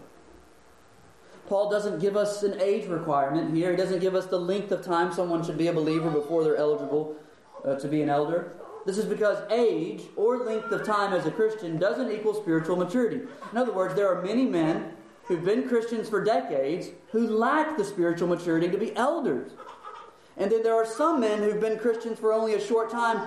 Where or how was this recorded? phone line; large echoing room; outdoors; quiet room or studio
large echoing room